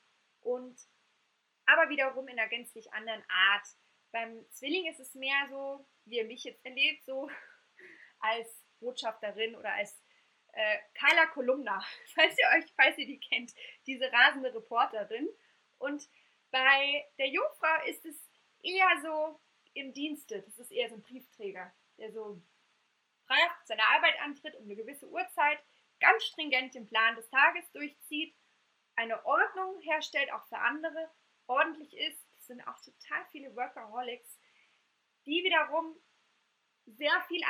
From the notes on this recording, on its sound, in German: Einer Live-Aufnahme meines ersten Webinars. Bitte entschuldigt den Unterschied in der Tonaufnahme.